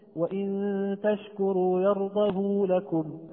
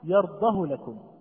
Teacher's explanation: يقول ابن كثير رحمه الله له الصلة في الكل، فهو يمد الجميع مد الصلة الصغرى · Shown in: first take